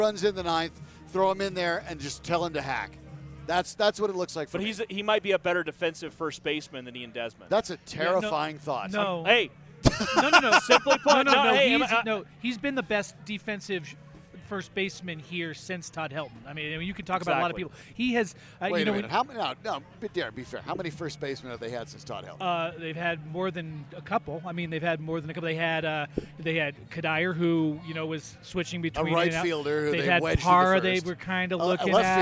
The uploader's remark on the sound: Recorded live at Tap Fourteen in LoDo.